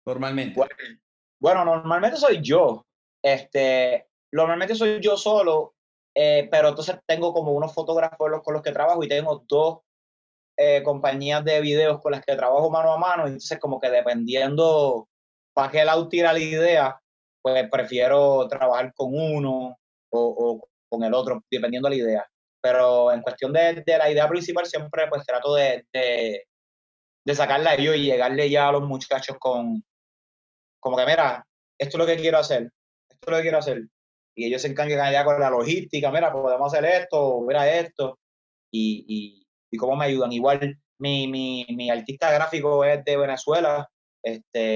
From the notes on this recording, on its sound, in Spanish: nos conectamos vía Zoom